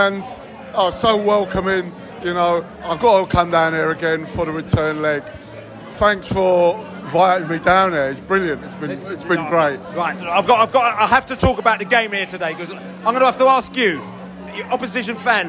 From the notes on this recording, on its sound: We spoke to fans in the stadium straight after the game and in the pub way way into the night